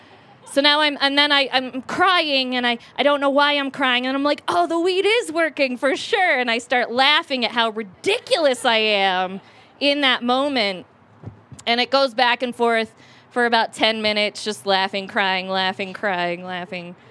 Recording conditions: live audience